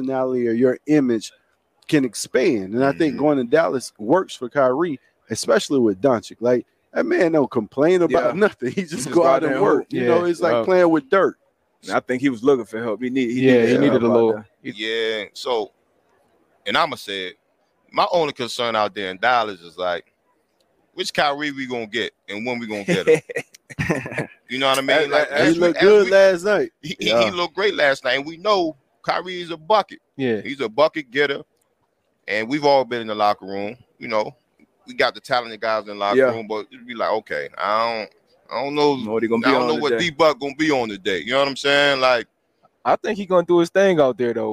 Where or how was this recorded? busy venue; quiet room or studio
busy venue